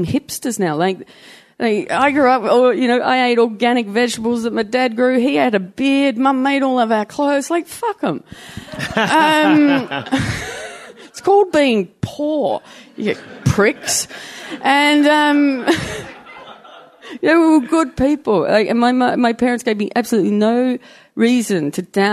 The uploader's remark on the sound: Live at Melbourne Comedy Festival